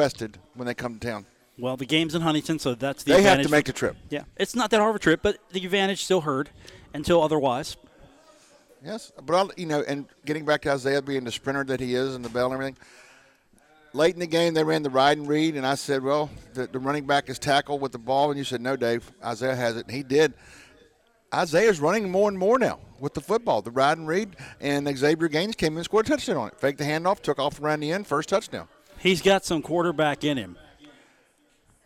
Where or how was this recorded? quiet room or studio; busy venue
busy venue